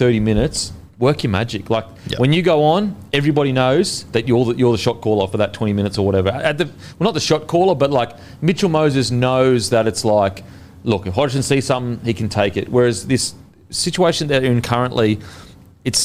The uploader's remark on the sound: Infront of our live audience.